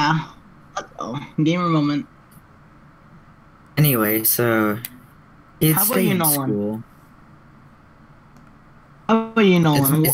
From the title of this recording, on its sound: Earrape Warning